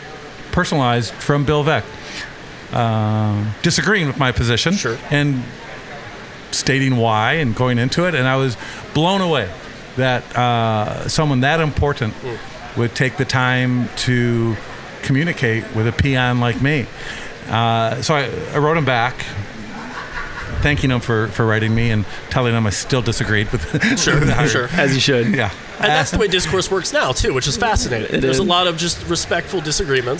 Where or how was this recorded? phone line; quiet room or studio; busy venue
busy venue